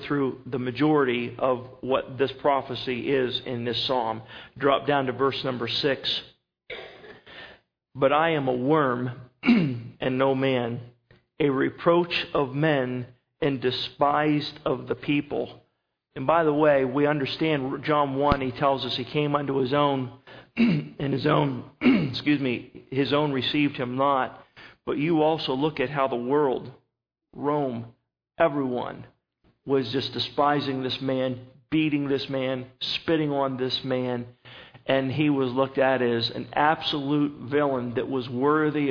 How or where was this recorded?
large echoing room